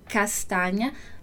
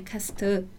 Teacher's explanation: Então, a gente faz o castanha, é tudo aberto, né? Não é castan, esse som nasal. · Shown in: first take · Mas o som do NH e do GN é o mesmo, ok?